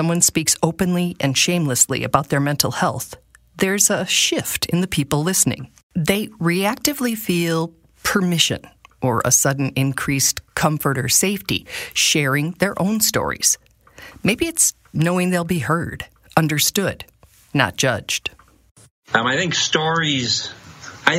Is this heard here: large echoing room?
no